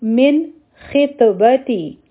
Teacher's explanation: په طا باندې چونکې سکون دی نو قلقله به کوو آواز به واپس راځي مونږ ته با به نه راکاږو او تا به هم نه